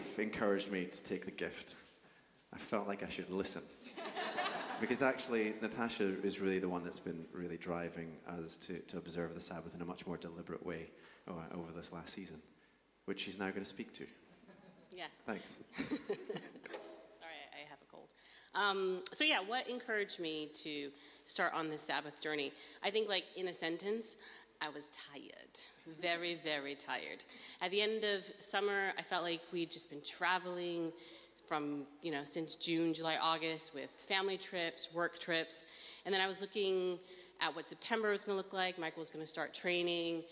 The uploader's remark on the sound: Streamed live at St Paul's Shadwell